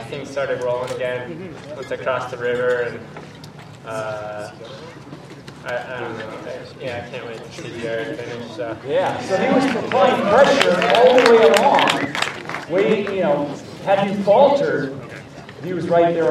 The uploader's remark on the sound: finish-line interview